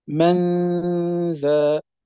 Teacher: تلفظنا بالميم ثم بعد ذلك غنة، وفي زمن الغنة هيأنا الفم للنطق بالحرف الموالي وهو الذال · Term: الإخفاء